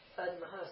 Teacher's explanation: If I have a da coming together with a ma, the conjunct is this. This is a dental da. Dental da coming together with a ma.